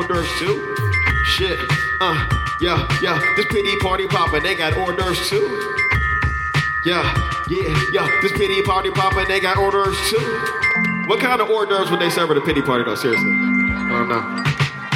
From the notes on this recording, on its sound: Live from SF Sketchfest. Live on stage at the Swedish American Music Hall as part of San Francisco Sketchfest 2017.